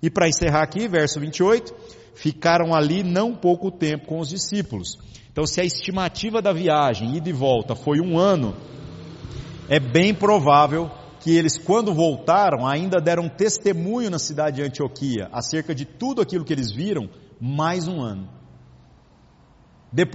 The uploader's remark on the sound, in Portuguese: Gravado em 24/07/2019 na Igreja Sal da Terra - Manifesto, em Uberlândia-MG. Culto semanal de exposição Bíblica.